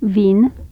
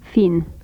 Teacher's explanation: Labial dental fricatives, voiced and voiceless.